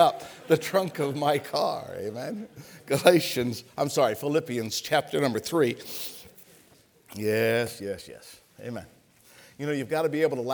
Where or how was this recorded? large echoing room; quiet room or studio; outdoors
large echoing room